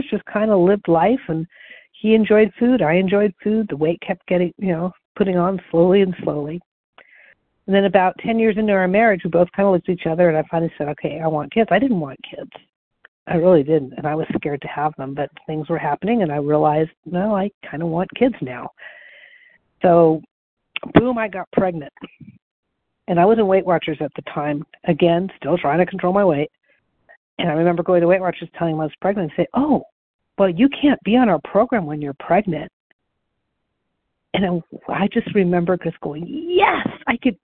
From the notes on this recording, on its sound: the 100 Pounders Phone Meeting